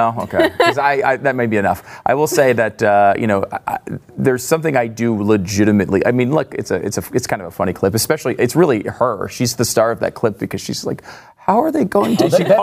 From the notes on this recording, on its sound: in front of a live studio audience